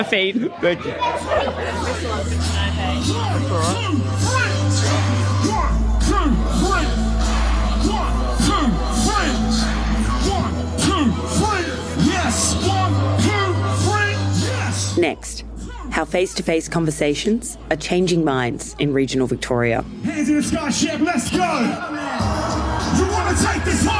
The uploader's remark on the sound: reports from the Now and Forever concert in the regional Victorian town of Shepparton